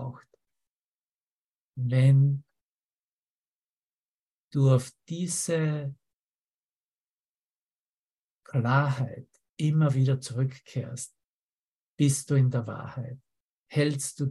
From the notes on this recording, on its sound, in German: Zoom-Session. Veranstaltet von der Aleph Akademie.